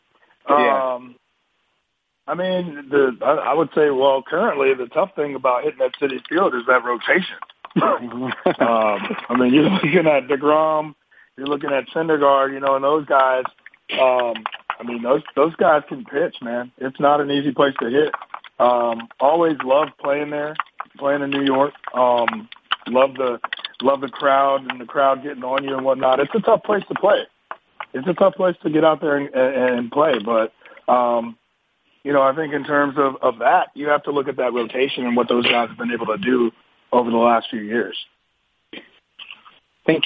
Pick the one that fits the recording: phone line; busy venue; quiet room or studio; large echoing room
phone line